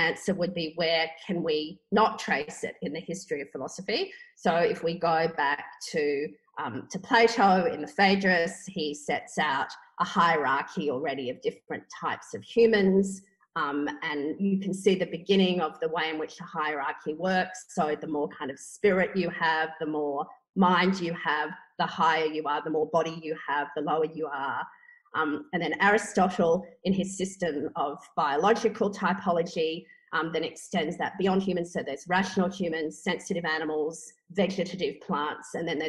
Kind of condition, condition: link, video call